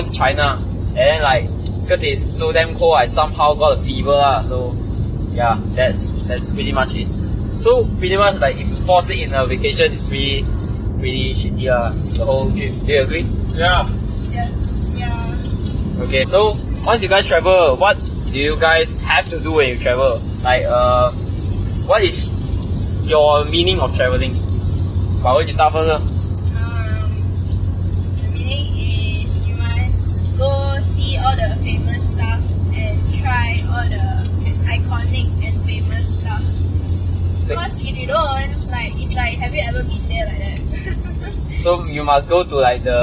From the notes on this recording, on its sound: we were talking while driving back home